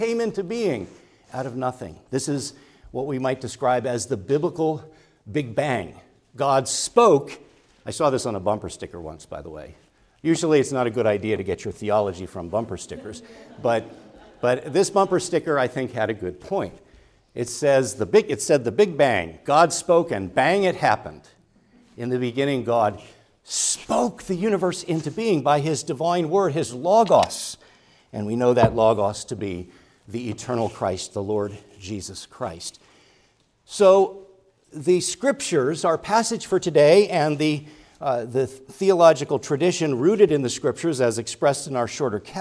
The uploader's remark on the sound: preached at Grace Orthodox Presbyterian Church in Sewickley, PA, during the morning Worship Service on Sunday, November 12, 2023